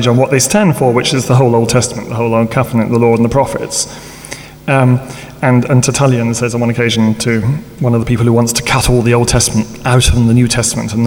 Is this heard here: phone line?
no